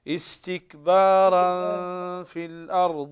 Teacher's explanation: تنوين بعده الفاء من حروف الإخفاء الحقيقي